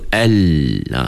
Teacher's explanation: Suara yang keluar tu dia ke tepi-tepi lidah sana. Dia bukan depan-depan. Itu sebab depan kita dah tertutup lidah kita tu. · Term: sifat tawasud